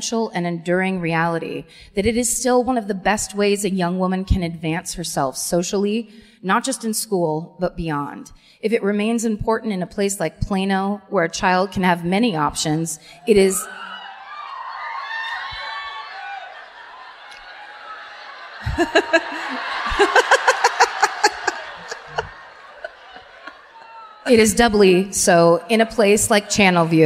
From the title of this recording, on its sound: Live at the Toyota Music Factory in Irving (Texas)